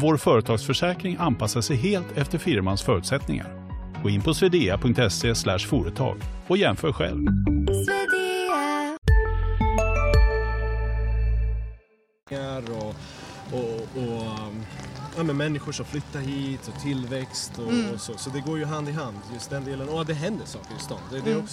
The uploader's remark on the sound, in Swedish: Vi smygstartar säsong två med årets Södertäljefestival! Pratar med Södertäljebor.